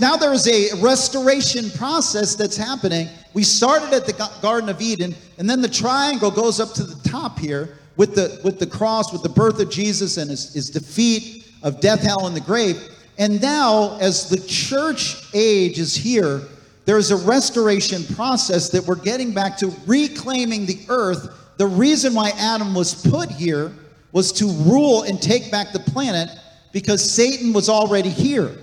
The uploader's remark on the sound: This message was recorded on August 27, 2023, at Gateway Church in Richmond, Indiana.